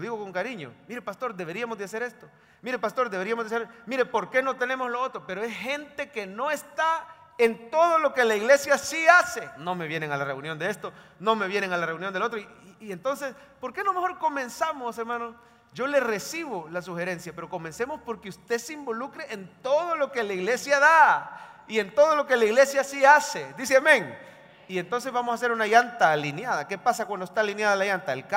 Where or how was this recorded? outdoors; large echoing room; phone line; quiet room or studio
large echoing room